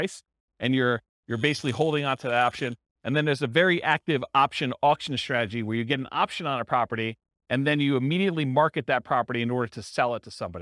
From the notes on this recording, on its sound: This was a live class recorded